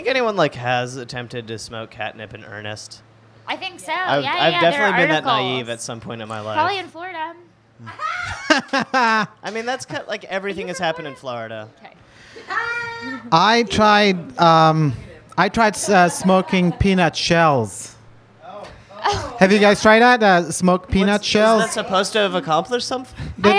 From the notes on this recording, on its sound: This episode of Cat Talk was recorded live in New York City at the Experimental Comedy Gallery in Brooklyn.